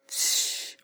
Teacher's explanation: 有明显的气流喷到手上，简称有气